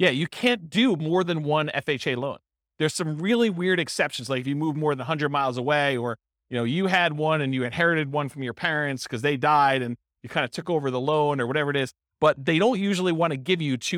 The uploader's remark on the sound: This was a live class recorded